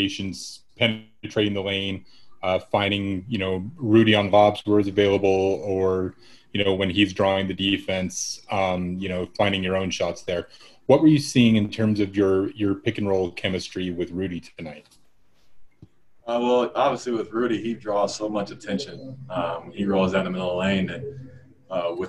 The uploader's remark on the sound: Addressed the media via Zoom conference. Saturday in Orlando.